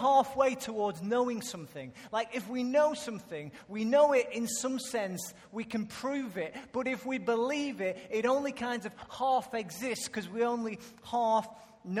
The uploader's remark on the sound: Recorded live at Life Church on Sunday 21st December 2014.